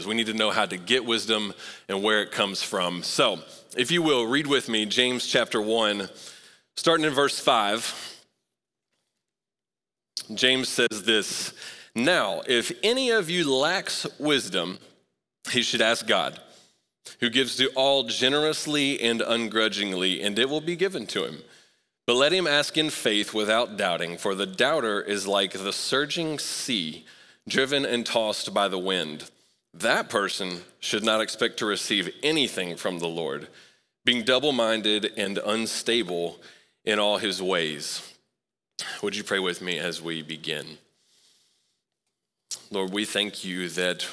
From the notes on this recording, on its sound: Recorded live at Long Hollow Church on February 20, 2024.